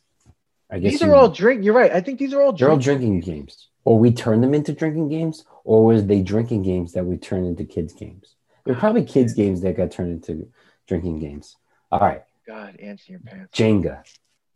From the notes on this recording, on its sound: We recorded this on February 15th, 2021, on Zoom so there are some small sound discrepancies